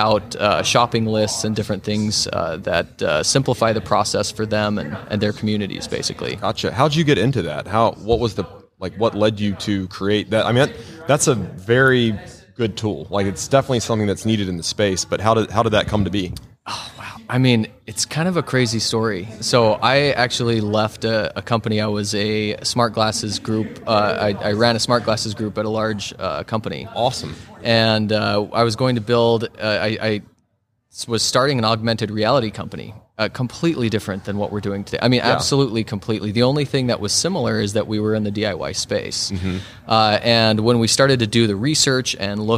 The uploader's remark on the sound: LIVE from HAVEN 2022